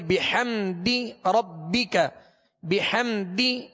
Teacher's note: ہا کو وسط حلق سے ادا کریں گے